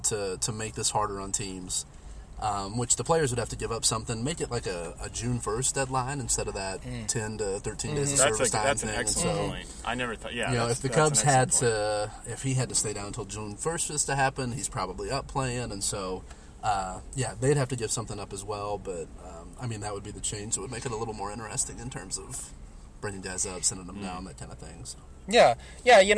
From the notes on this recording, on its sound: Live and Inside a Car! Met up in Chicago, Illinois, to record our first live, in-person episode.